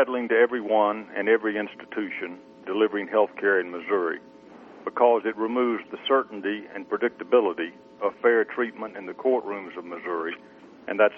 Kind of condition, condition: link, phone line